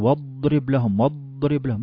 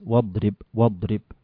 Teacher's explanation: شوف هي من حالها زادت الضاد في الاستطالة · Shown in: second take